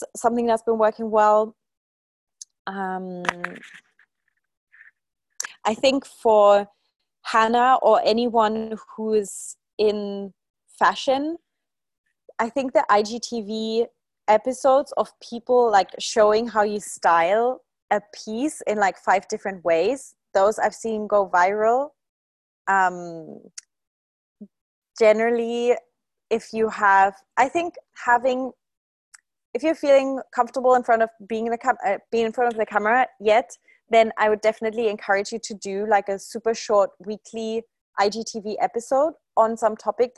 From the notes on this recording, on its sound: one of the most recent live Q&A calls from inside the 'Instagram Secrets to Success' course